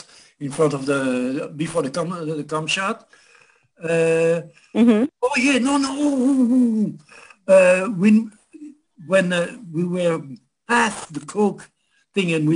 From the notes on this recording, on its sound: The Zoom Show is more of a gathering of old friends and stories.